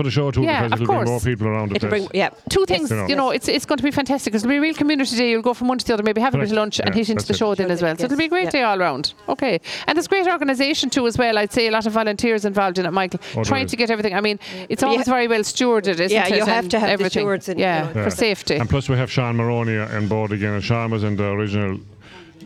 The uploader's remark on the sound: broadcast live from the the Fair green at the Scariff harbour festival 2023